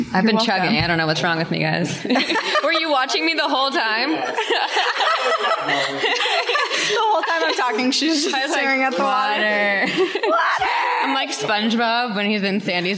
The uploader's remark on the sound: Live from New York